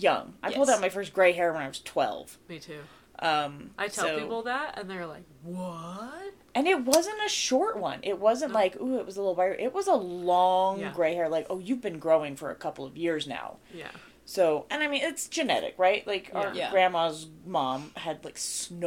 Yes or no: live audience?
no